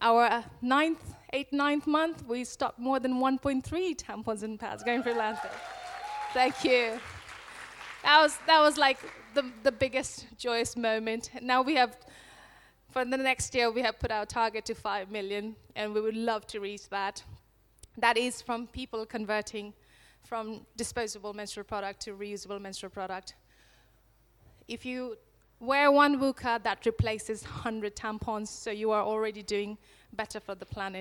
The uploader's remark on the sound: This talk was recorded at She Loves Plants 2019.